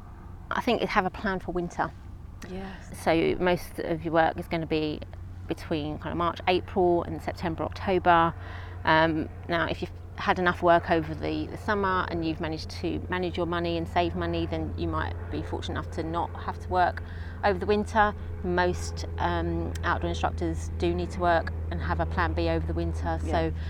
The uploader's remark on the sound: Took me to a beautiful park just minutes from her home in London, and we recorded the episode sitting on the grass within sight of a herd of fallow deer. There’s also a minute of the sounds of nature for a little bit of escapism in your busy day.